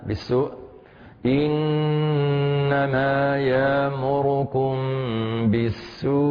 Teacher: المد المتصل عند ورش من طريق الأزرق يمده بست حركات وقفا وصلا